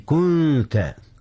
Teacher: أخفي النون قبل التاء، إذ التاء من حروف الإخفاء